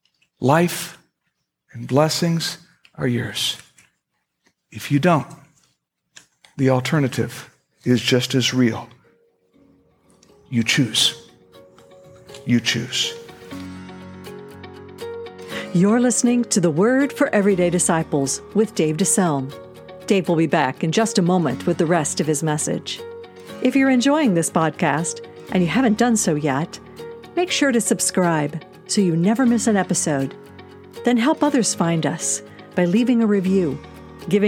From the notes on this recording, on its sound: At Fellowship Missionary Church, Fort Wayne, IN.